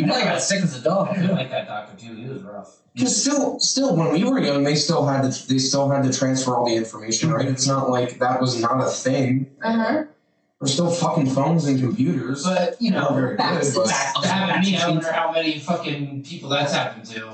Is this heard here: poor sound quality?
yes